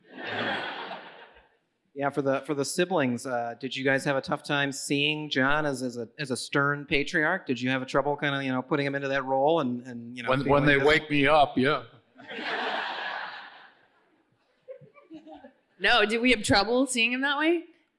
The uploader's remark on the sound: The Gemstones joined a sold-out audience at ACL Live for a conversation. This conversation was recorded live at ATX TV Festival Season 12 (June 1-4, 2023) in Austin, TX.